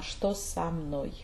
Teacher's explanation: that O is unstressed because it connects to, it's a preposition that connects to the next word